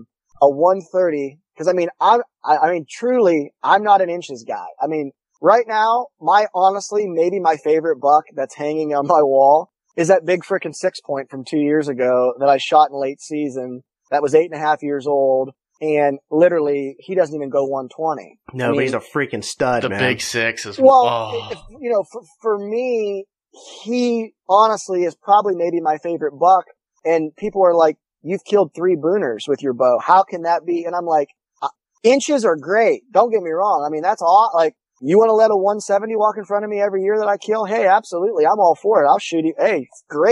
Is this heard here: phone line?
no